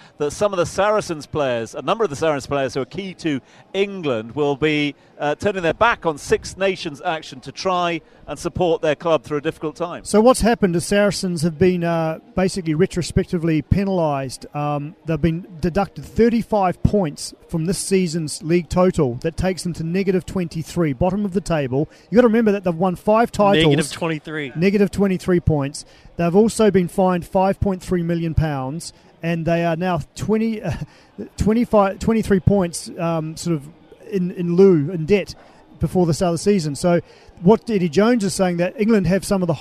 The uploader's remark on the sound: From the rooftop garden of Barasti.